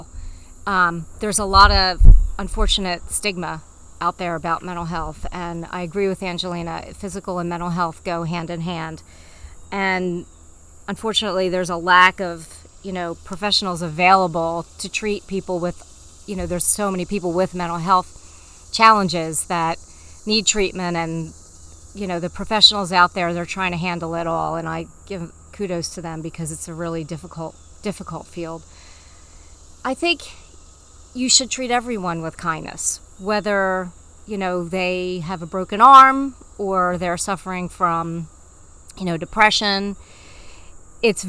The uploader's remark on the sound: My mom and I love to have coffee chats where we sit outside on our deck and talk about life.